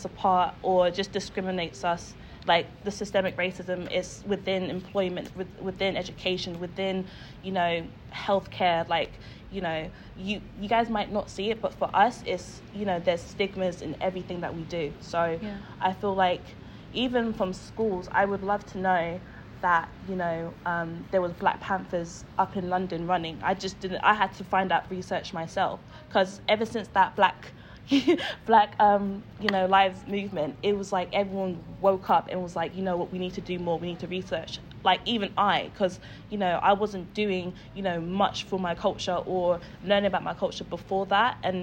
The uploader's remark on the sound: Primadonna Festival live show